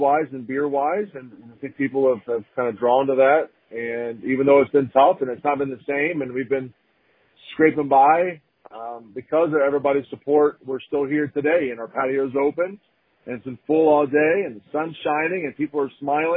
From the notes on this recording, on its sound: I chat via telephone